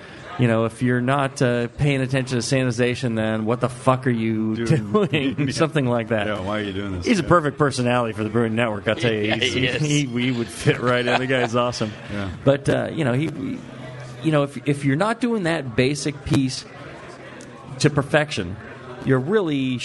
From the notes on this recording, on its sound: The 2009 national Homebrewers Conference in Oakland. This is a live question and answer show. From the hospitality suite at the conference. Festival attendees and listeners were able to ask the brewing questions they've always wanted answered from our two experts.